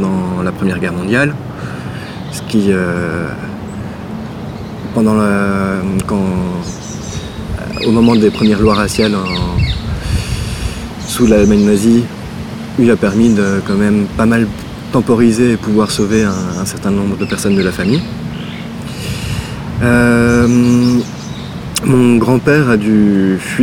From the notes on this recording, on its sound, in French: Dans un parc de Bruxelles